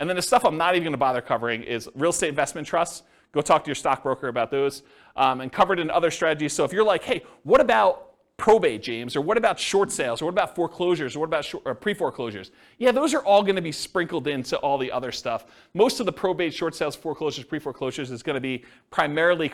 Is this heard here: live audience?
yes